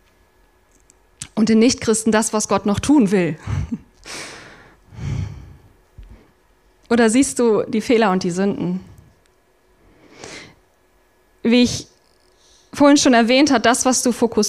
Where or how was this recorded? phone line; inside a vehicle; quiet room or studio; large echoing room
large echoing room